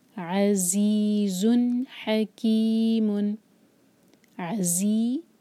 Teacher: زا کو buzzing sound کے ساتھ اور پھر زن، یہ کلیئر پڑھیں گے، دمتین اظہار والے ہیں.